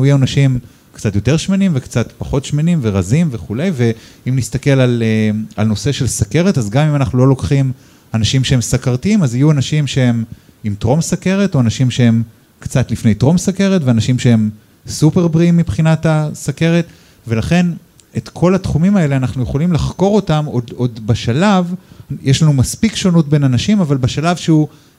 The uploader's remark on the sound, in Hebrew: פרק בונוס לייב. הפרק הוקלט מול קהל חי בבר בתל אביב.